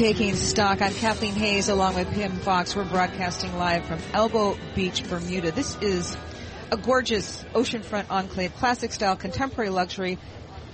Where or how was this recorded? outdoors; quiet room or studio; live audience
outdoors